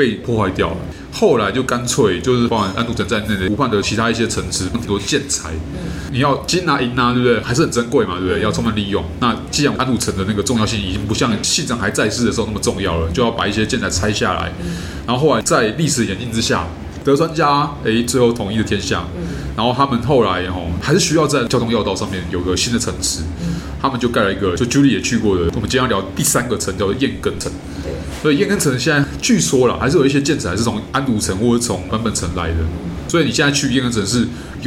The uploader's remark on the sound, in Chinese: 本集白噪音指數：蚊風級 1/5。錄音地點： 齊客咖啡 The Gathering Cafe。